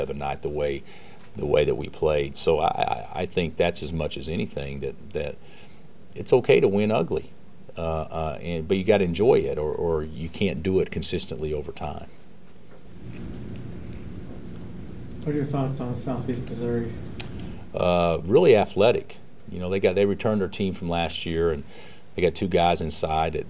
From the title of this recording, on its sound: Press Conferences & Post-Game Interviews